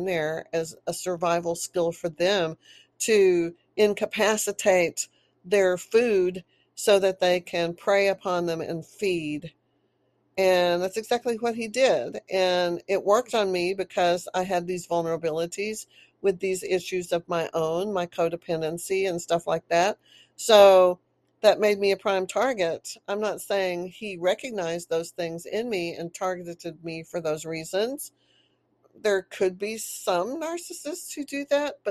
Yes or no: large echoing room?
no